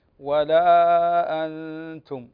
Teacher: نون ساكنة وبعدها التاء من حروف الإخفاء